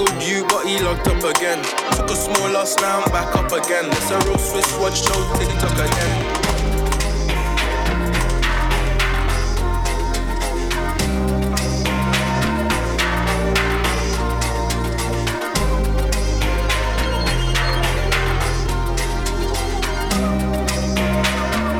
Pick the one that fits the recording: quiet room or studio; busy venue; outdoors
busy venue